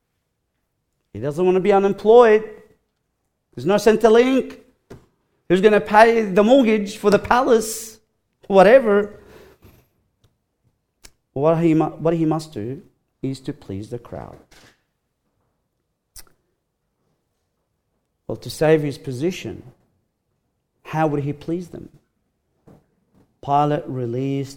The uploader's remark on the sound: Recorded live at Grace Community Bible Church.